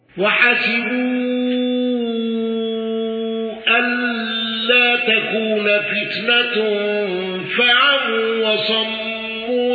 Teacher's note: حمزة بالإشباع وضم نون تكون